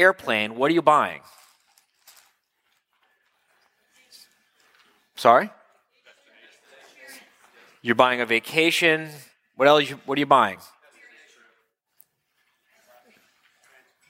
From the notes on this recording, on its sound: October 2015 Live Quarterly Meeting in Miami